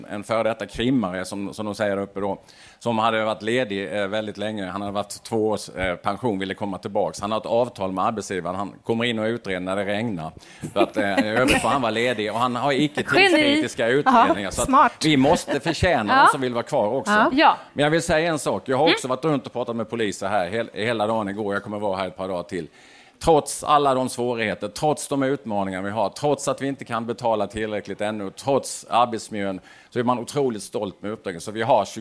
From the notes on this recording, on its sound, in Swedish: live från öjn och Almedalen